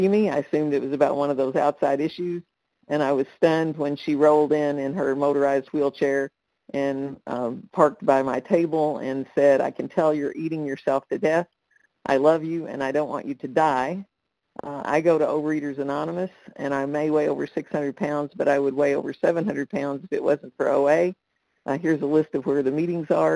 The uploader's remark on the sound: qualification from the 100 Pounders Phone Meeting